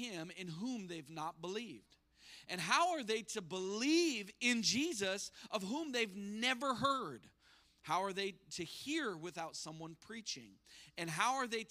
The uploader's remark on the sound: spoke live at our church.